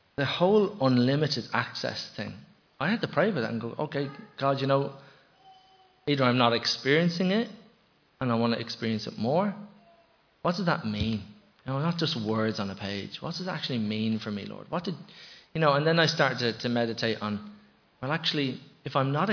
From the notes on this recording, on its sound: Recorded live in Liberty Church on 5 September 2021